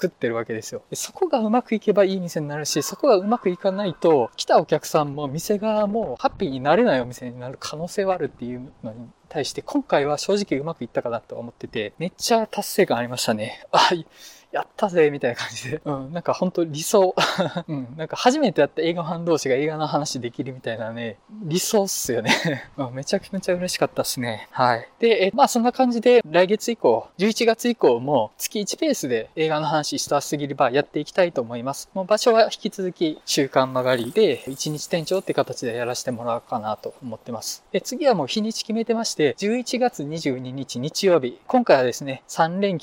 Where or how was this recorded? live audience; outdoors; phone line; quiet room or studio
outdoors